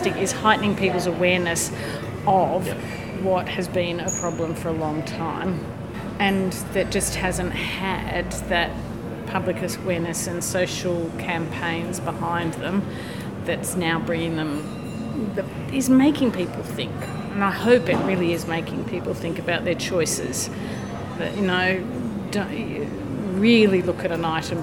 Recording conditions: busy venue